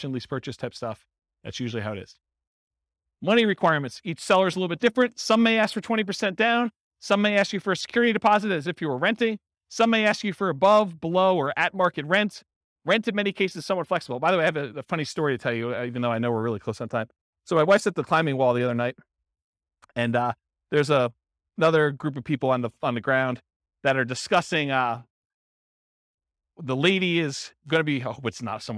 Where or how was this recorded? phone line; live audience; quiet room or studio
live audience